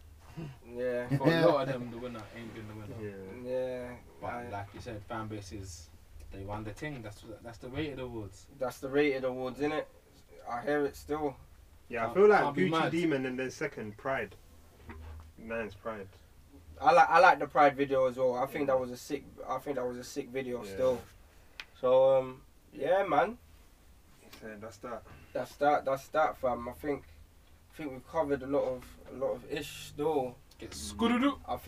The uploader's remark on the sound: Apologies about the audio, next episode we'll be back and better